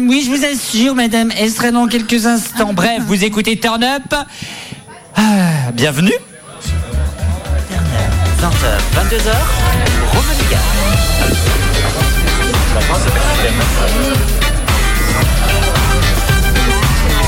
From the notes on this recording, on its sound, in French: En direct du Festival Art rock